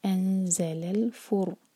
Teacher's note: رو heavy, رو ساکن ہے، اسے پہلے ہے ضمہ